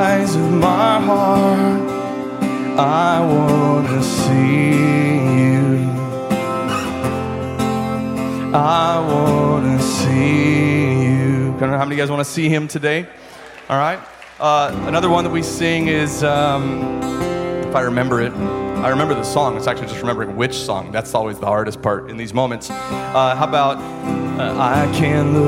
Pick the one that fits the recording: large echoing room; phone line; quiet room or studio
large echoing room